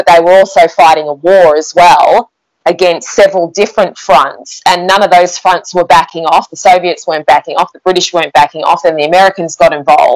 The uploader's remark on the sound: We apologise for the poor audio quality. At the time of recording Covid restrictions forced us to record remotely.